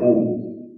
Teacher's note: ukara is a labial sound, u. Without the lip movement of the lips, you cannot pronounce that.